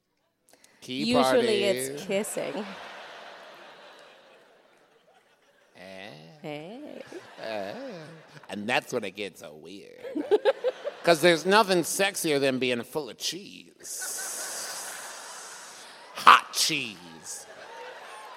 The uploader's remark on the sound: It was recorded live in Nashville!